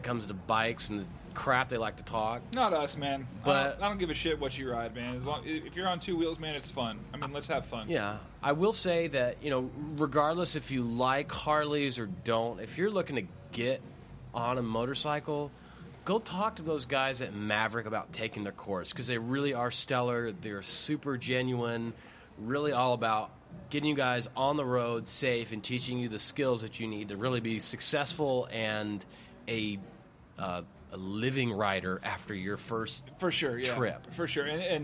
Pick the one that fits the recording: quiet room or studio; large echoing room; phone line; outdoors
outdoors